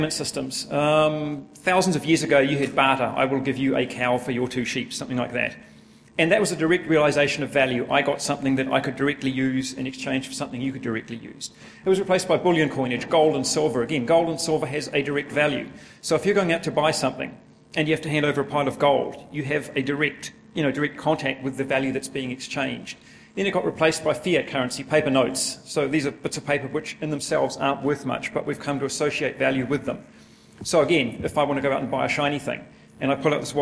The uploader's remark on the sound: a full recording of a presentation